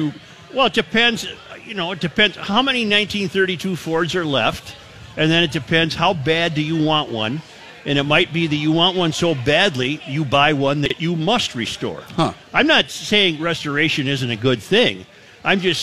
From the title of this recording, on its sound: Live at O'Gara's